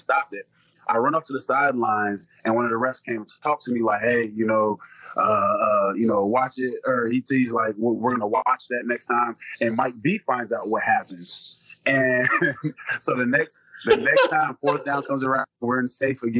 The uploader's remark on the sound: it sounds like we recorded from our individual bunkers